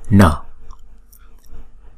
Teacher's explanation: anuswara là chữ cuối cùng, chúng ta đọc là n, cong lưỡi lên và búng ra n. Hàng thứ tư thì chúng ta đọc bằng phần răng.